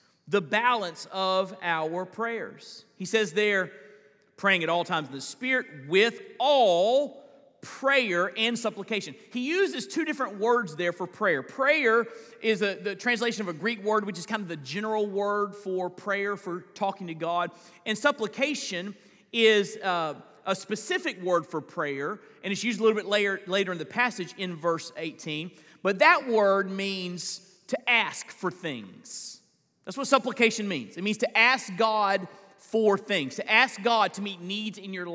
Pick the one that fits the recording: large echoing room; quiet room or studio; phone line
large echoing room